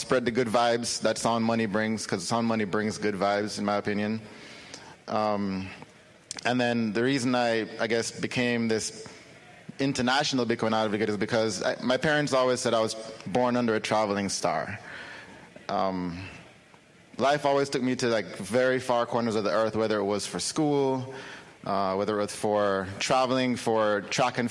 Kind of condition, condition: setting, live audience